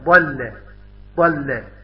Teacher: يكون اللسان داخل الفم، ويطرق اللسان إلى غار الحنك الأعلى · Term: حرف مستطيل